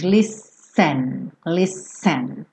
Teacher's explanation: embora se escreva com esse T, soa como se fossem dois S's